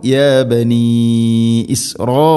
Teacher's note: ഇവിടെ യാ ബനീ എന്ന മദ്ദ് മദ്ദ് മുൻഫസിൽ നാലോ അഞ്ചോ ഹർക്കത്തിൻ്റെ ഖദറിൽ നീട്ടാവുന്ന മദ്ദ്, മദ്ദിൻ്റെ അക്ഷരമായ യാ ബനീ യാ ശേഷം ഹംസ അടുത്ത പദത്തിൽ, അതാണ് മുൻഫസിൽ. പിന്നെയോ ഇസ്രായീല മദ്ദ് മുത്തസിലാണ്, നിർബന്ധമായിട്ടും നീട്ടേണ്ട മദ്ദ് നാലോ അഞ്ചോ ഹർക്കത്തിൻ്റെ ഖദറിൽ, മദ്ദ് മുത്തസിൽ വാജിബാണ്.